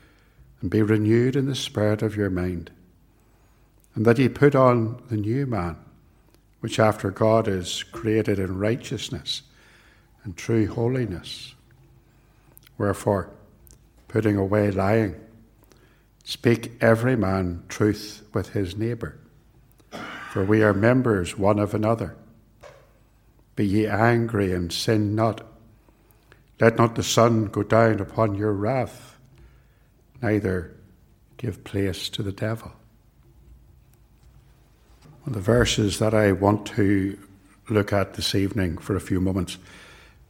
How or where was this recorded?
large echoing room